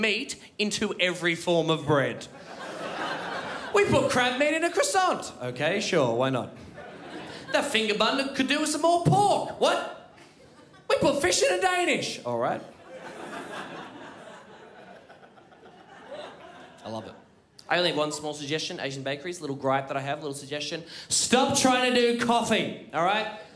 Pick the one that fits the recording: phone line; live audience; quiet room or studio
live audience